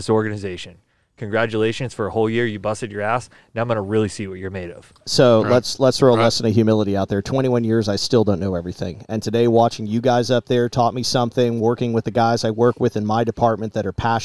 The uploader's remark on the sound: While at Bearers of The Oath, we open the mic's and have a passionate discussion